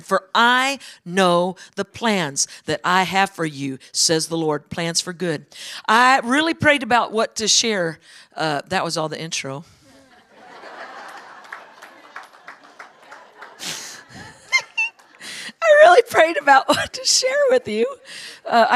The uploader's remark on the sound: is from the Sunday service on December 10, 2023 at Harvest Bible Church in Stockton, CA.